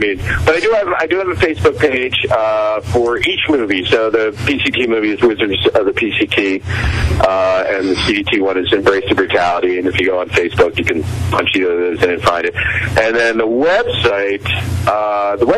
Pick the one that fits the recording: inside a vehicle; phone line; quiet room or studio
phone line